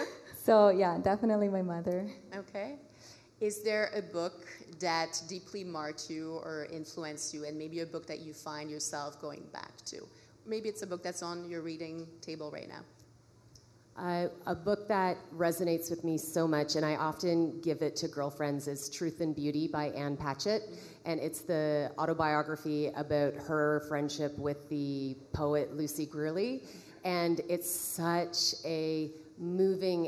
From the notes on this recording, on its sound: Fashion Week recently wrapped up in Toronto, and we recorded a special episode of the Brand is Female at an event held by Canadian outerwear brand Sentaler in honour of their partnership with SickKids, The Hospital for Sick Children in Toronto.